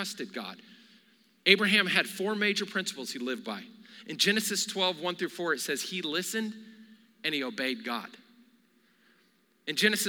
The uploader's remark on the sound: Recorded live during our Wednesday night service